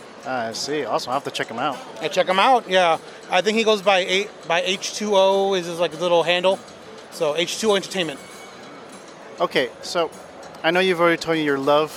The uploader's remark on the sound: Let's Talk (Again) at SoCal Gaming Expo.